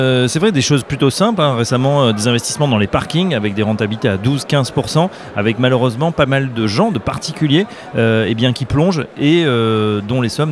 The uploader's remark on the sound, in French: En direct de la convention Patrimonia en Lyon